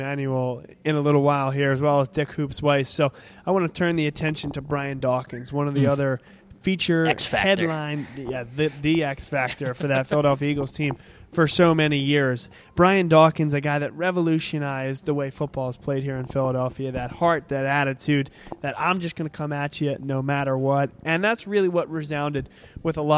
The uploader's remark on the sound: Live on … Sports from the Philadelphia Sports Hall of Fame Induction Dinner on November 3rd at the Hilton Hotel in Bala Cynwyd.